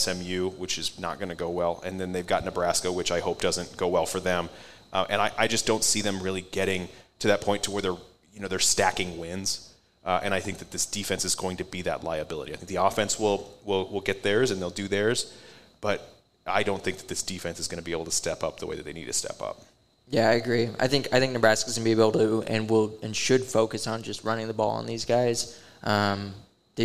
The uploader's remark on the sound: LIVE at Hail Varsity Club! Record LIVE at LaVista, Nebraska’s Hail Varsity Club.